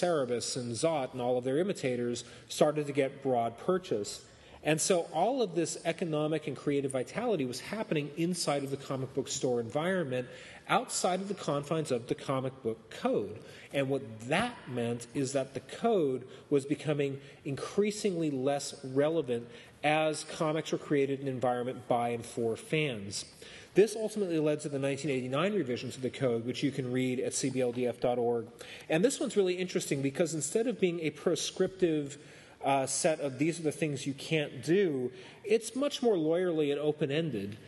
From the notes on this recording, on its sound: Presents the History of the Comics Code Authority before a live audience at Wondercon 2014, in Anaheim California.